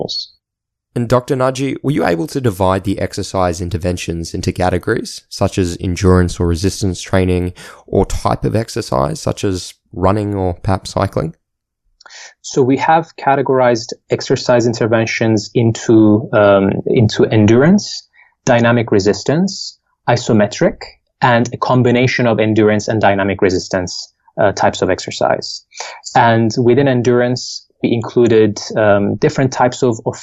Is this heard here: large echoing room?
no